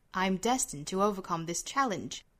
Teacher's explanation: Challenge 重读音节在 cha 上面，所以说我们读的时候是 dadadada，是降调的。